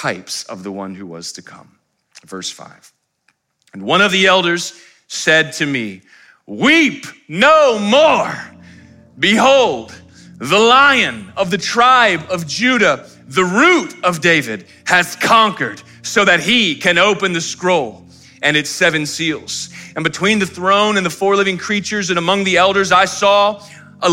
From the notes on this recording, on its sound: live stream of our Good Friday Communion Service